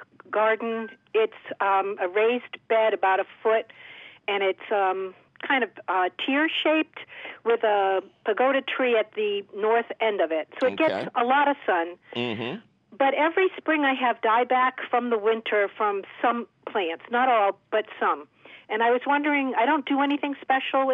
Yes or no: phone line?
yes